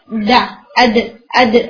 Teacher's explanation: آ رہی تھی یعودون تھوڑی ایئر کے ساتھ، تو میک شیور دال کے اندر بالکل ایئر نہیں ہوتی، یعنی آپ نے بہت اسٹرانگ ہٹ کرنا ہے